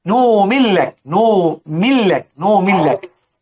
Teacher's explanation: النون تدغم في اللام وتدغم في الراء بشرط، قال لك أبشر على إثر تحريك، يعني لازم يكون قبلها حرف محرك، لو قبلها حرف ساكن تظهر.